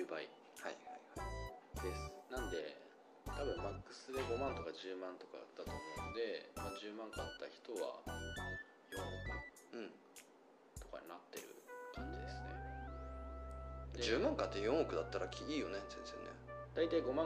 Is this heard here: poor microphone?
yes